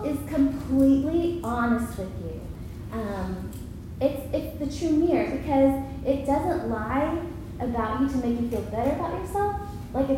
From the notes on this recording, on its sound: Recorded at Union Church.